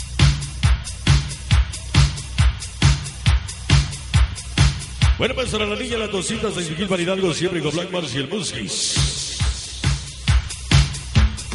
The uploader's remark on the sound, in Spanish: EN VIVO EN TLAXCOAPAN HGO.